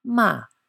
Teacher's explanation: And fourth tone, ma, a falling note.